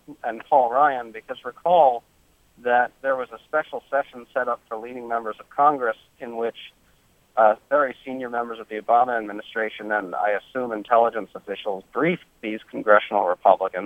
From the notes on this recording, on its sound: joined us by phone